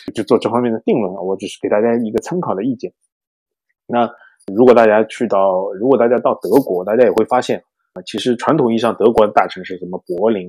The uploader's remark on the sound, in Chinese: 因某种“不可抗力”下录音设备问题，导致本期节目音质略有瑕疵，望见谅。